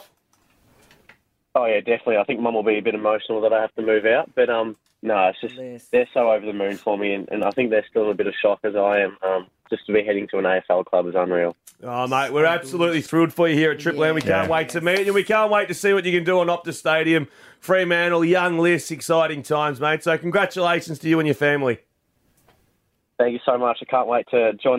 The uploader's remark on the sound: he called into the show